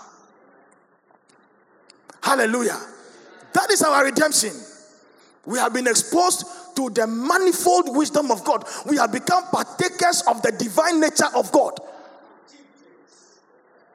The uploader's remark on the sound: Sermon preached at CBC Shiashie Campus